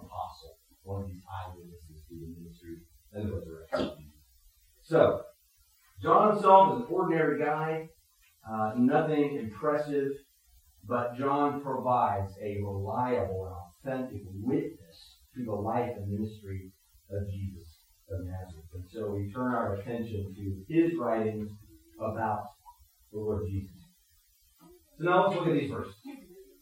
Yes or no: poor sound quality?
yes